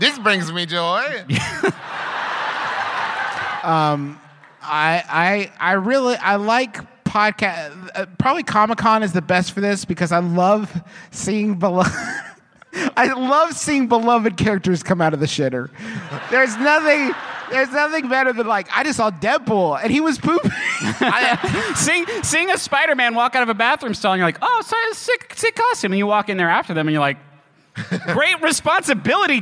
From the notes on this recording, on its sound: Live from Podcon 2, it’s half an episode of MBMBaM!